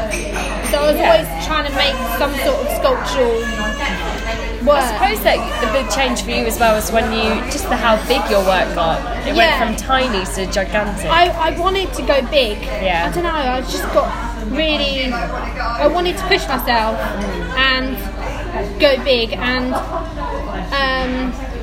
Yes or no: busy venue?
yes